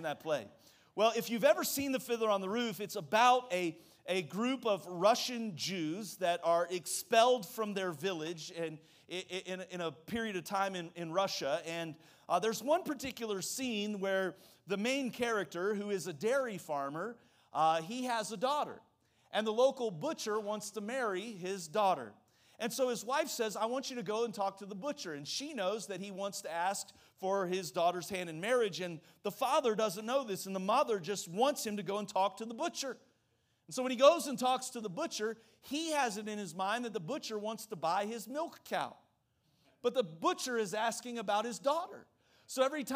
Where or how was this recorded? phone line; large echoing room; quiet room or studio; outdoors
large echoing room